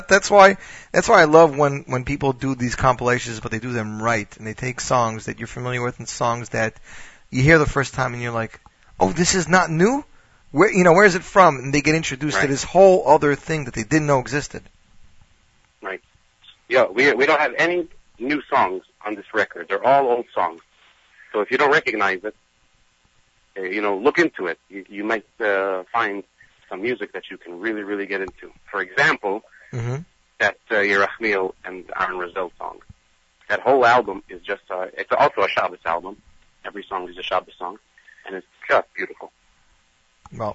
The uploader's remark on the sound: Z Report LIVE. Phoned.